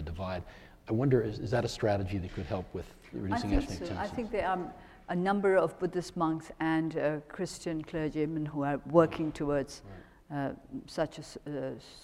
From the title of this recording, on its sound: The Chubb Lecture 2012